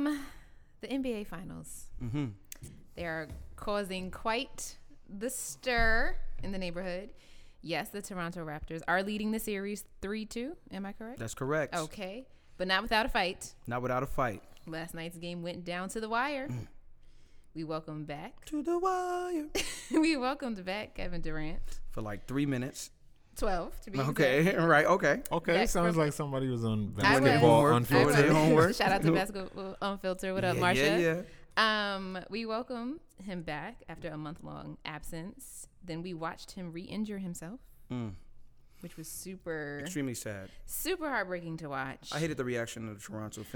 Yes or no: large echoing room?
no